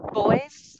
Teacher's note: So the boys is almost more of a z sound.